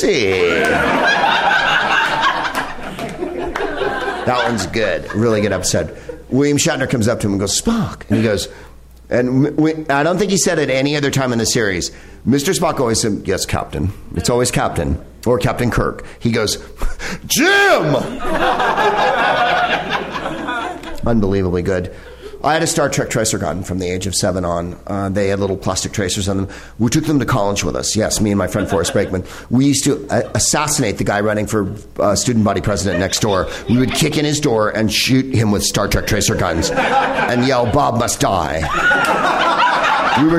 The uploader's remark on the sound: Live from the NerdMelt Showroom in Los Angeles